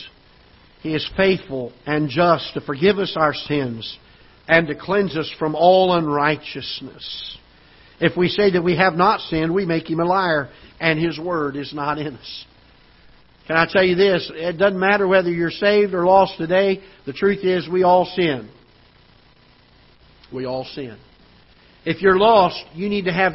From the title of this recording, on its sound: Ketha Heights Baptist Church ~ Live Broadcast